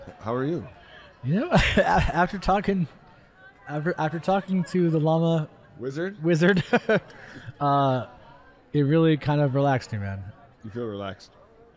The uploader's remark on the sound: “Live” from Fan Expo Portland!